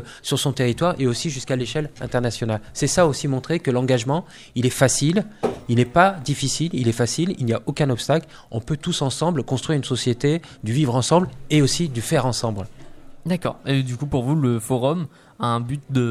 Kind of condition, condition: setting, busy venue